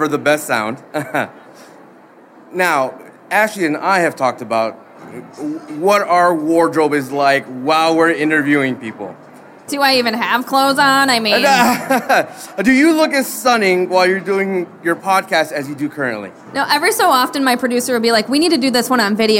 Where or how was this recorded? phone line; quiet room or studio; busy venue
busy venue